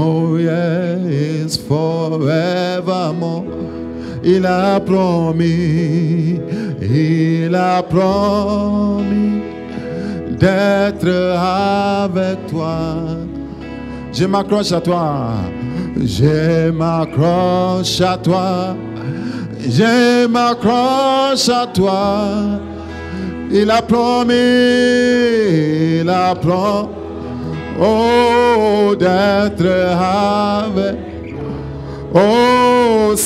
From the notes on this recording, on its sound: Preached during Joyful Hour Sunday Service.